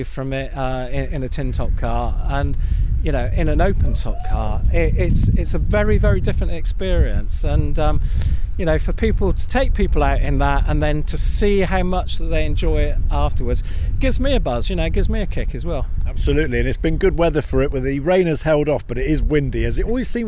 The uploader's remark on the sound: Castle Combe Track day special. On this week's podcast we take a slightly different format as we go out 'live' from the JEC track day at Castle Combe.